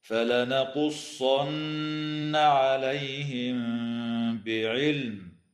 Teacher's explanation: تخفى الميم الساكنة عند الباء مع الغنة في قوله تعالى عليهم بعلم، وتظهر اللام في كلمة بعلم وتسمى لام الاسم، ويجوز الوقف على هذه الكلمة من قبيل الوقف الكافي هكذا: فلنقصن عليهم بعلم.